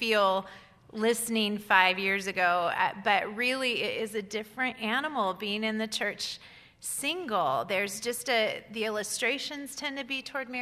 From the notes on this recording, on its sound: Recorded Live. Live at Westside Church.